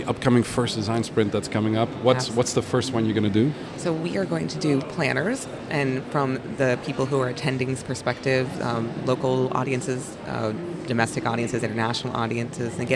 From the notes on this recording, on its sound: Live PODcast recording with special guests onsite at #IMEX23 - Live from IMEX Frankfurt. This onsite series features spontaneous conversations with #IMEX23 visitors, speakers, Event Design Enthusiasts and Certified Event Designers (CED'ers).